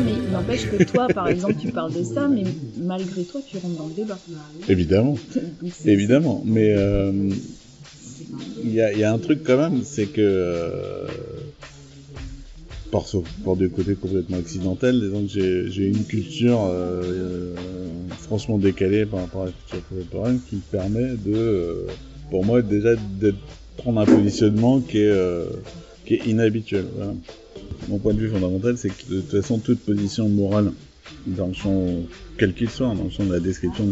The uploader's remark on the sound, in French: Réalisé par l'association les Sémiocrites Associés , enregistré le 11 février 2022 au Bar du Manoir de Taden (22).